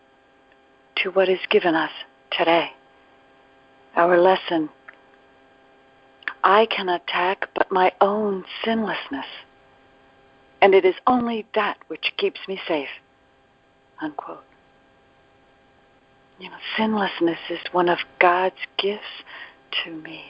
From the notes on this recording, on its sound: ACIM Daily TEXT Conference Call.